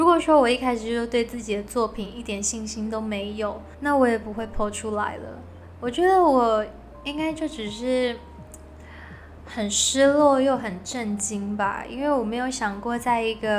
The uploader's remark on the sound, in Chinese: 本集換了個場所錄音，比較多雜音，敬請各位聽眾見諒